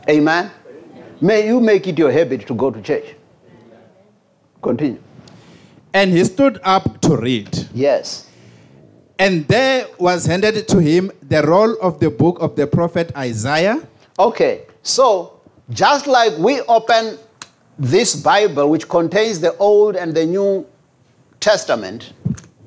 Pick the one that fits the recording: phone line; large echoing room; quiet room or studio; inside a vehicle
large echoing room